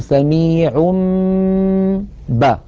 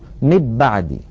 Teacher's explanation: ومر معنا في أحكام الميم الساكنة أن الميم الساكنة إن أتى بعدها باء فحكمها الإخفاء، وذلك بأن نطبق الشفتين على الميم وعلى الباء إطباقة واحدة من غير أن تتحول الميم إلى باء · Shown in: first take · يعني لا نقول مب بعدي، لو قلنا مب بعدي لكان إدغاما، ولو قلنا من بعدي لكان إظهارا.